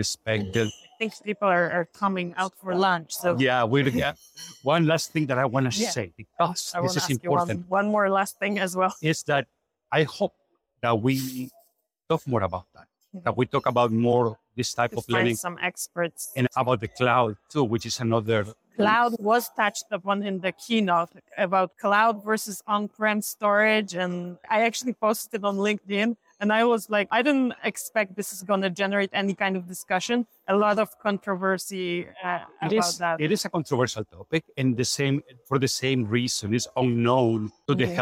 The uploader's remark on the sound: Recently, we were at the Digital Pathology and AI Congress in New York organized by Global Engage. We decided to record this episode right there, surrounded by the buzz of the conference. No fancy preparations, just real and raw insights for you.